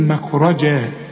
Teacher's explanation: والجيم هنا معطشة وفي نهايتها تنوين، إذا وقفت هتديها ألف كاملة